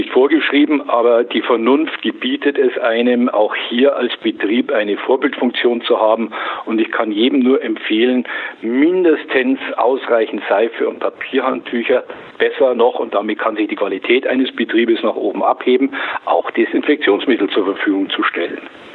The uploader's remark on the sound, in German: Telefoninterview.